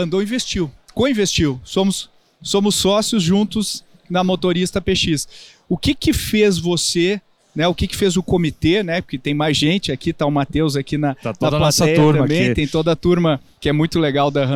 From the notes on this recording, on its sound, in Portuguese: Tivemos o prazer de gravar alguns episódios do Growthaholics ao vivo no ACE Summit 2023.